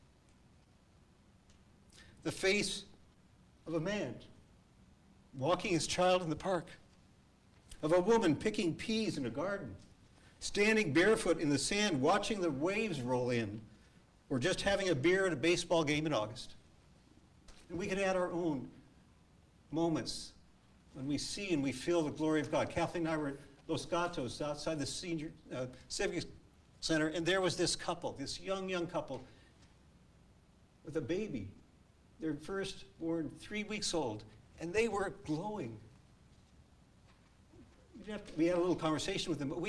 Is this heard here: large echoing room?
yes